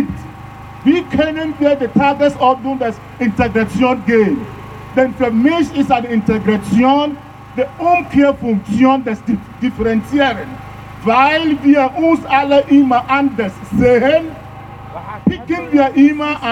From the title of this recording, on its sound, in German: O-Ton] Black-Lives-Still-Matter-Demo am 5. Juni 2021 in Wien.